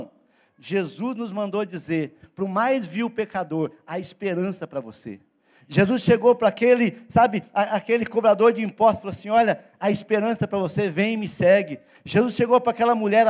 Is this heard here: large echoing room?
yes